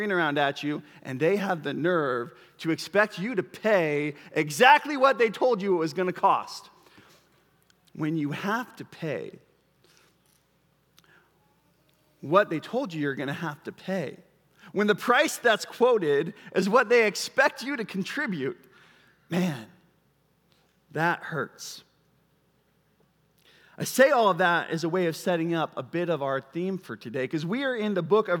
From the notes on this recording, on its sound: Preached at Bethel Church, Cedar Lake Campus.